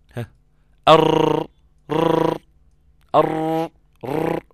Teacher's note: فينحبس الهواء خلف اللسان ويتجمع يتجمع يتجمع فيدفع اللسان دفعا ليخرج، فيحصل ترل أو تكرار لحرف الراء